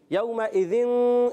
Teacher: تنوین کے بعد تا حرف اخفا میں سے آ رہا ہے اخفا کریں گے ناک میں آواز لے جائیں گے اور اخفا کی معنی ہے نون کو چھپانا نون کو چھپانا